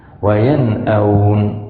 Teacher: نظهر النون مع الهمزة